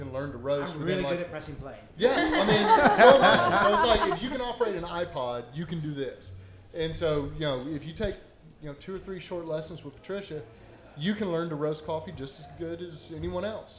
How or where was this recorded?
busy venue